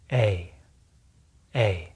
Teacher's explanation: our tongue should move from a middle high to high position in our mouth